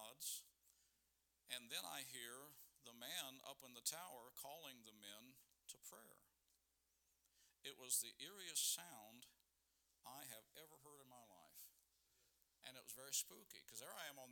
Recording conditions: large echoing room